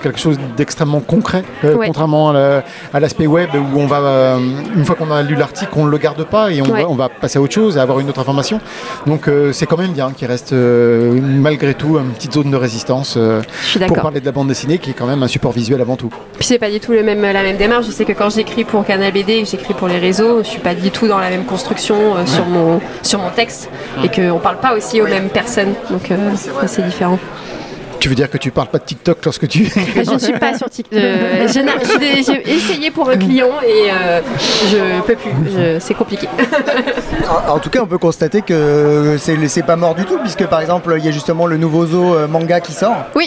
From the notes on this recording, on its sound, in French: une série d'interviews au festival Quai des Bulles en octobre 2022 à Saint Malo